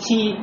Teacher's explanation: И поэтому ошибка, когда скажем фиссамават ти, видите, ти, у меня уже не чистое «тэ», а «тэ» смешанное с «син»